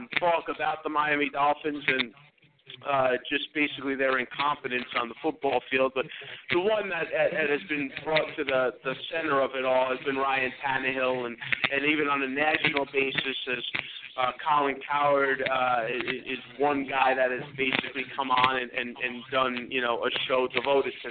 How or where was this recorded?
busy venue